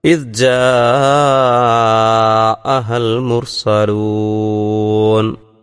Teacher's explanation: ജ ആ എന്ന ഒരു വാക്കിൽ അലിഫിനു ശേഷം ഹംസ വന്നപ്പോൾ അതിനെ മദ് മുത്തസിൽ എന്ന് വിളിക്കുമെന്നും ദീർഘിപ്പിച്ച് പാരായണം ചെയ്യണമെന്നും പലതവണ നമ്മൾ പറയുകയും മനസ്സിലാക്കുകയും ചെയ്തതാണ്.